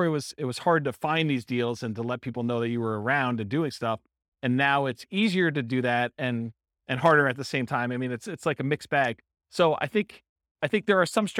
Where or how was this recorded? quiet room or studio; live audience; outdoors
live audience